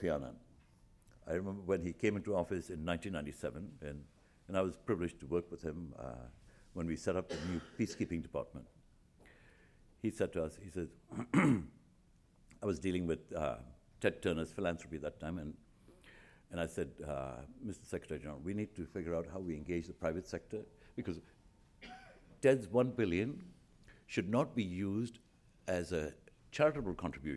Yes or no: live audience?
yes